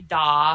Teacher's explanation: leaving off the ends of sounds, you know, they might just say da for dog